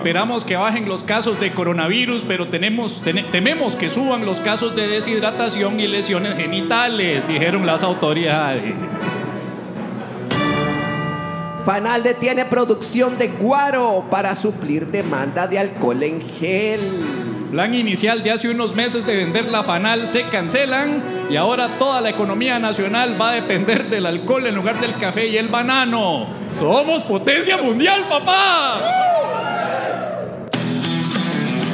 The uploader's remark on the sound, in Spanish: En este episodio en vivo desde Artisán Brew Pub